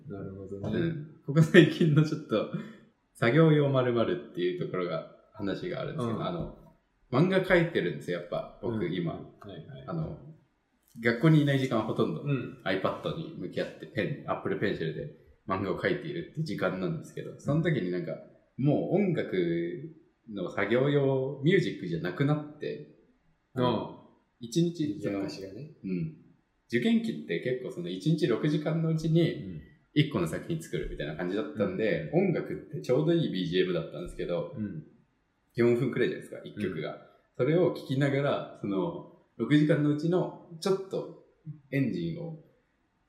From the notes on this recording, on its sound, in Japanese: 今回はいつもと違う環境での収録なので、少しばかりエコー味があります